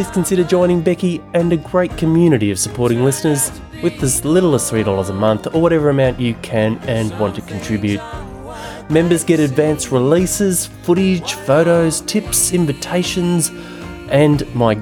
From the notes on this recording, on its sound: We’re back at the Reconnection Festival for the last of three inter-related panel conversations, each building on the other. Recorded in the northern rivers of NSW.